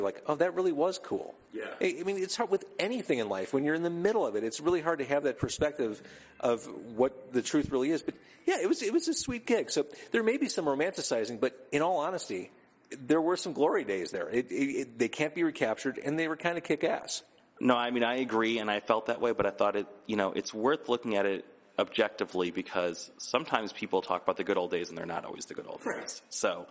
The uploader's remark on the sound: In an interview recorded at Challengers Comics + Conversation